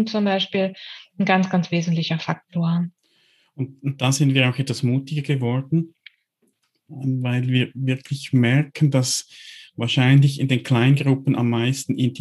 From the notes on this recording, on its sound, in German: Diese Frage beschäftigt uns in dieser Episode, welche wir im Rahmen unseres Workshops am 1. Onlinekongress der DGTA aufgezeichnet haben.